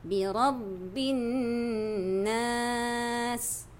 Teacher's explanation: Qul a'udhu bi rabbin Okay, di sini ada nun yang bersabdu Nun yang bersabdu Kalau dalam hukum tajwid Disebut wajibul gunnah Maksudnya wajib dengung hmm. Dengung di sini Dia ibarat macam empat harkat